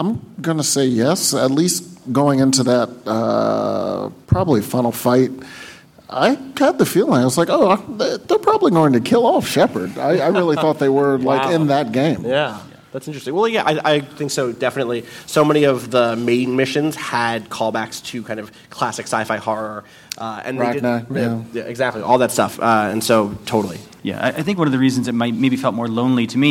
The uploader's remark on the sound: PAX West LIVE. We take our Top 25 RPG countdown LIVE to PAX West.